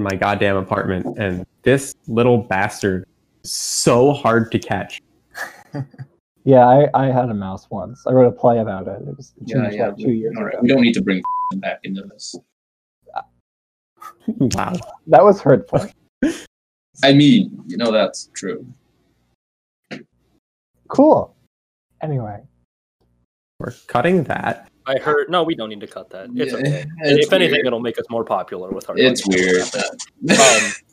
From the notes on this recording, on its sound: Our audio quality spirals further down the toilet.